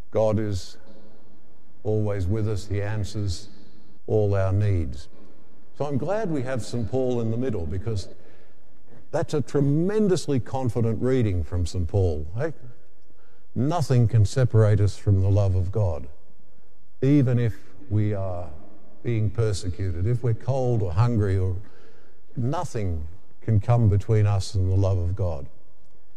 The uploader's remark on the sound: The homily from Sacred Heart Cathedral, Hamilton